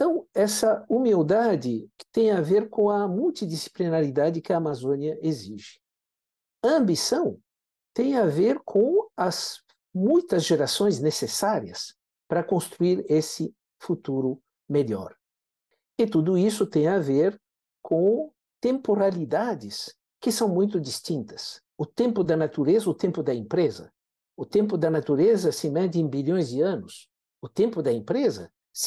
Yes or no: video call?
yes